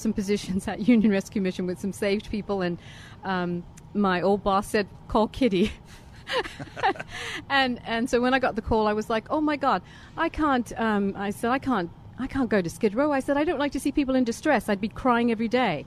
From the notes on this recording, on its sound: Live From Union Rescue Mission.